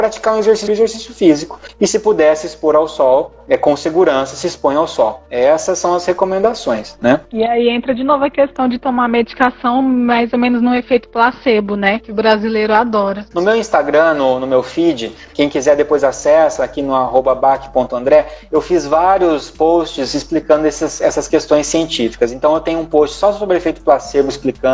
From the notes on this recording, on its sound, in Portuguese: Este episódio é o registro da live do dia 25/06/20. Na qual fui convidado para conversar com o Centro Acadêmico de Enfermagem da UFR.